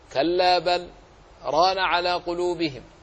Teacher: حفص عن عاصم له السكت، سكت لطيفة بدون تنفس، فصل بين اللام والراء وهما من أحرف التقارب، بينهما تقارب شديد، بل وقيل إنهما من مخرج واحد.